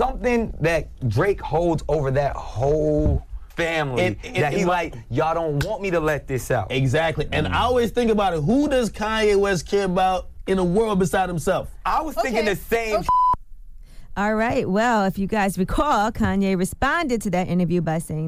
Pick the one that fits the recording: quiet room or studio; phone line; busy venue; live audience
phone line